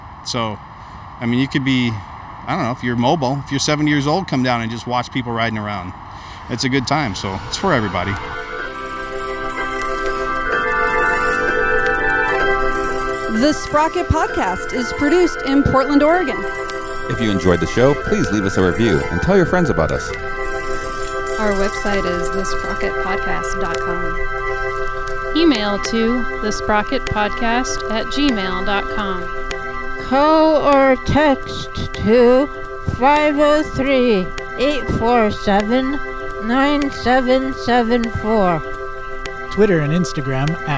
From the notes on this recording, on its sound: Loaded up the mobile recording equipment and headed out to Gateway Green, the first bike park in Portland, Oregon. Gateway Green is located in East Portland and offers an asphalt pump track as well as single track trails.